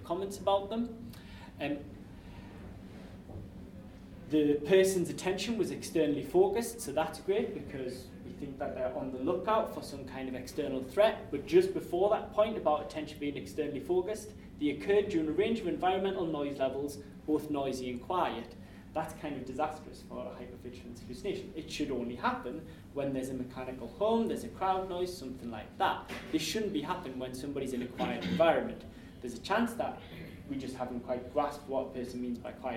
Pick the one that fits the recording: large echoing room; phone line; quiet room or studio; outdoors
large echoing room